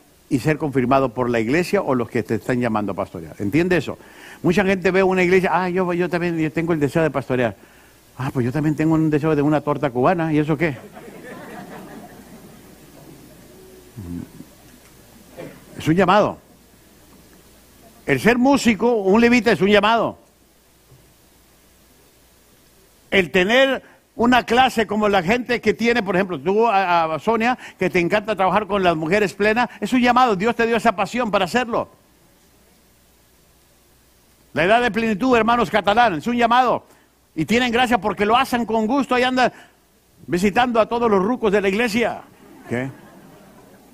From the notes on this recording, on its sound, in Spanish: Esta lección fue grabada en vivo durante las conferencias mensuales de Liderazgo Enfocado